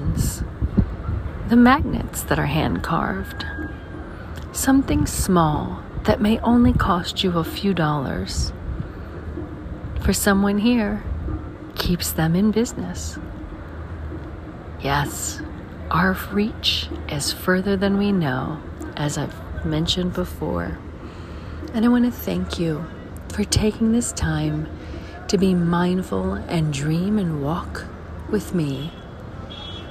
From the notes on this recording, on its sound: Caribbean Mindfulness Tour: St John's, Antigua. Special Edition On Location Walk and Talk.